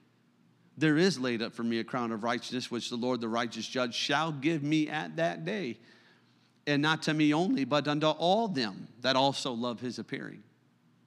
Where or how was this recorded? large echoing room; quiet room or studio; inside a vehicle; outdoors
large echoing room